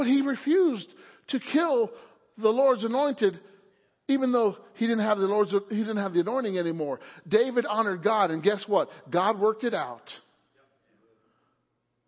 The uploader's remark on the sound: Wednesday Night Service